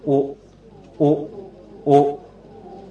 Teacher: ฐานและกรเปลี่ยนไปเป็นโอทะเกิดจากริมฝีปากส่วนกรนั้นเป็นริมฝีปากเหมือนกันริมฝีปากกระทบกับริมฝีปาก · Term: สระอุ